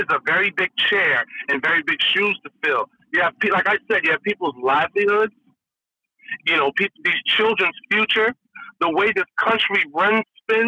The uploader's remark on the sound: Two guest call in to speak their minds!